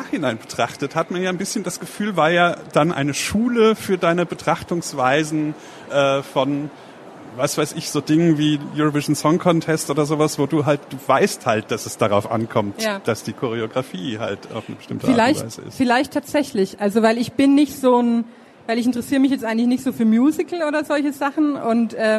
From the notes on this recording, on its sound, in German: Der Talk wurde im Rahmen der Veranstaltungsreihe "SPIEGEL Live" im Oktober 2019 auf der Frankfurter Buchmesse aufgezeichnet.